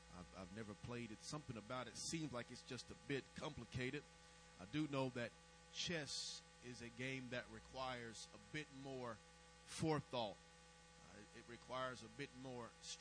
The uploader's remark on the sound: May have to listen with headphones due to low recording volume